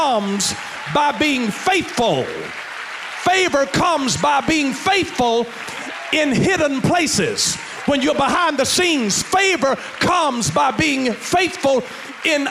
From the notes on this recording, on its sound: in Heart of God Church's youth service.